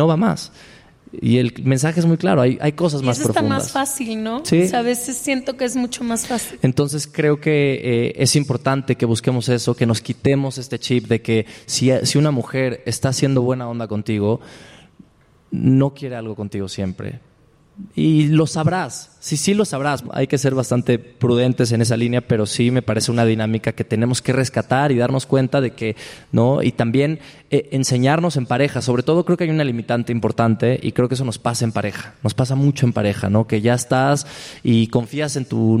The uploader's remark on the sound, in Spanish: en vivo desde el Lunario del Auditorio Nacional en CDMX